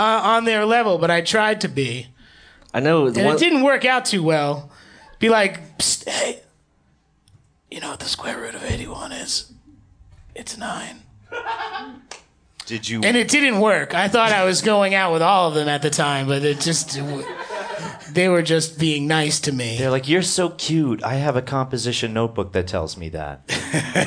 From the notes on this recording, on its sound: In this LIVE episode from Union Hall in Brooklyn.